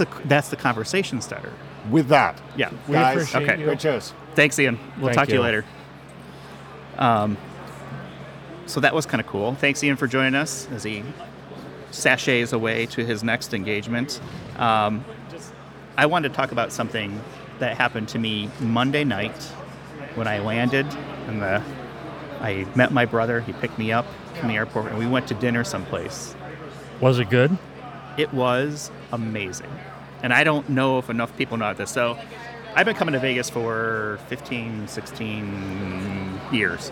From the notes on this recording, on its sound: Recorded live at the Identiverse 2023 conference.